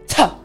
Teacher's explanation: But this time you're going to kind of push it against the roof of your mouth and you want air to come out, but you want it to come out forcefully